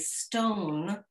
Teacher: you have a breath with the S sound. You have the O, which is elongated slightly. And you have that N, which is articulated in the nasal passages, mm-hmm.